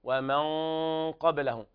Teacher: وهنا الغنة مفخمة لوجود حرف الاستعلاء بعدها